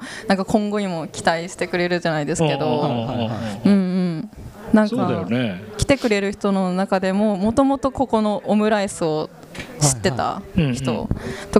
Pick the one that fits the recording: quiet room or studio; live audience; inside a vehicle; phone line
live audience